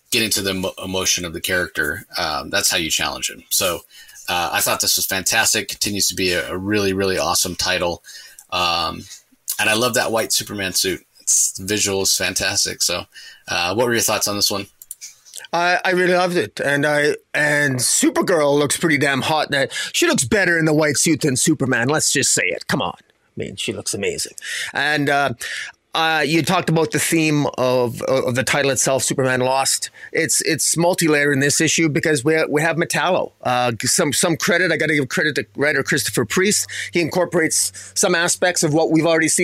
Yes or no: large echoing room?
no